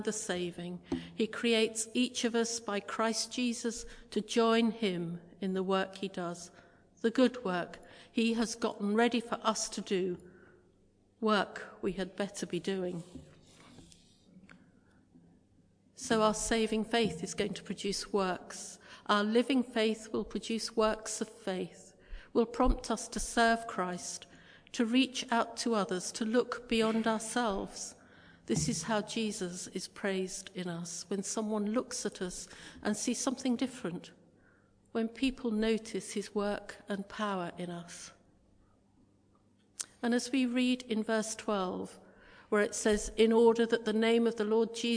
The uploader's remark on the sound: Christ Church, Bayston Hill (UK)